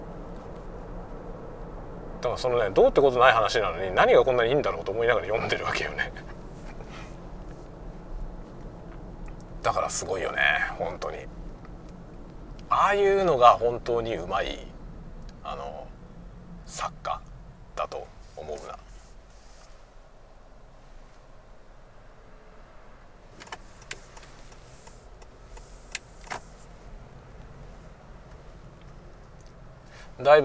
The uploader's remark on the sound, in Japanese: 車運転しながら雑談。尻切れで終わってます。